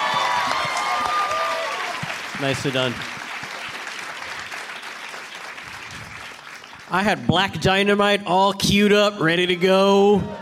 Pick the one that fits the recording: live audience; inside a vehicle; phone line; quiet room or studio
live audience